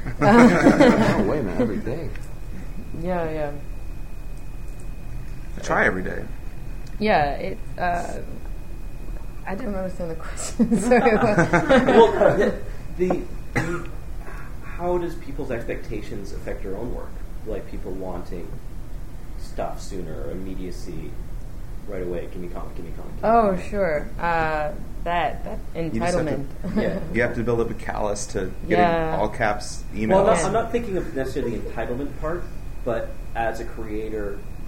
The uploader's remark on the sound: Here is the second panel I moderated at TCAF.